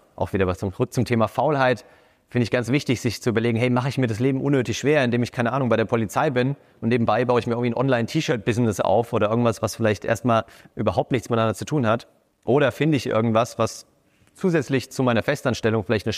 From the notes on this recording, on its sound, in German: Diese Episode entstand bei unserem Sidepreneur Meetup München in der wunderbaren Eventlocation pawrti. Diese Episode entstand bei unserem Sidepreneur Meetup München in der wunderbaren Eventlocation pawrti.